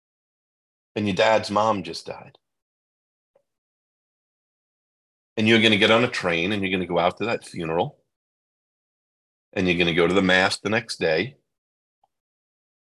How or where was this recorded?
video call